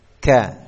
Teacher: Jadi suaranya ada nafasnya ada alirannya. · Term: Hamz